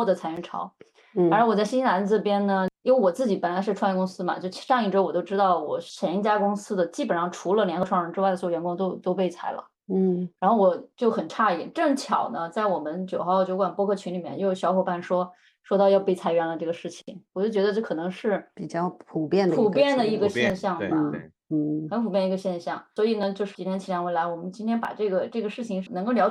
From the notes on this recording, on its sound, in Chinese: 本期用腾讯视频录制的，音频效果有点差强人意，还请大家多担待！